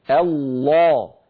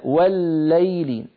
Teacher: إذن نفرق في اللام المرققة والمفخمة بين أمرين، مكان قرع طرف اللسان لغار الحنك واحد، الله والليل المكان نفسه، لكن شكل اللسان مختلف.